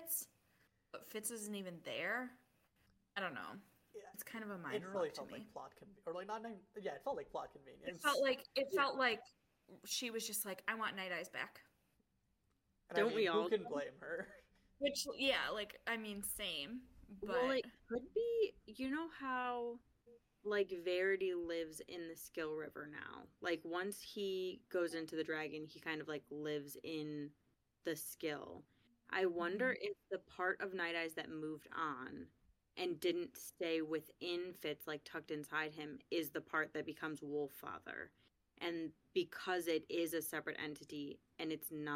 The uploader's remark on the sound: The audio on this episode is quieter/lower than usual since we lost our primary audio, so I had to use our backups.